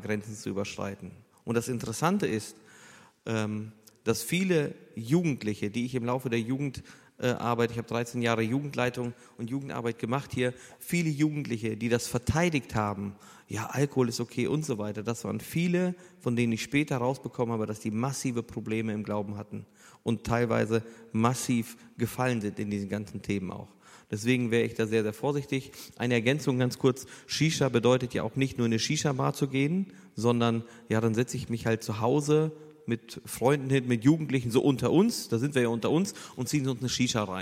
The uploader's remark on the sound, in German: Eine Frage aus unserem Q&A Abend